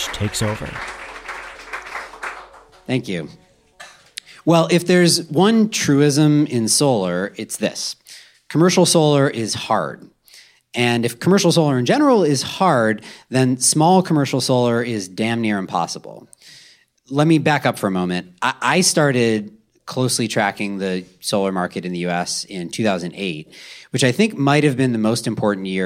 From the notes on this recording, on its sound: The series is recorded in front of a live audience at Powerhouse headquarters in Oakland, California.